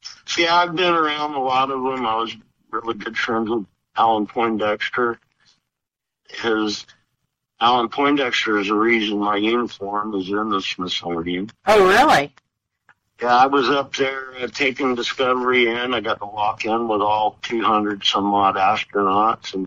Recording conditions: phone line